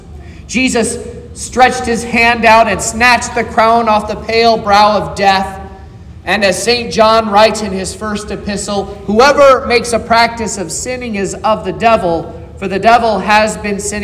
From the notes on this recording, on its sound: This is the sermon preached at Trinity Lutheran Church in Vallonia, Indiana, on Sunday, September 10th, 2023.